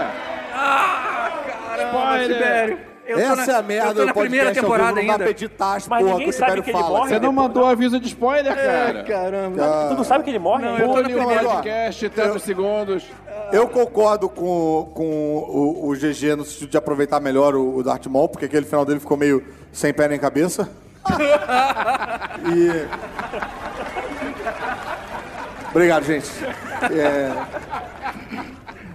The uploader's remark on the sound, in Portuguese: Ao Vivo na Jedicon 2017